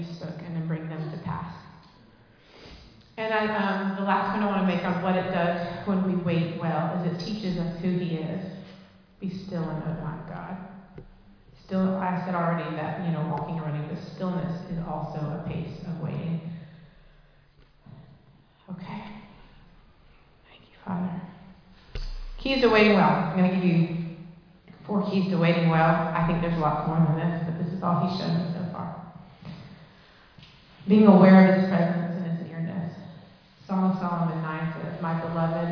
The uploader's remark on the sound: Recorded live in Liberty Church on 25 June 2023.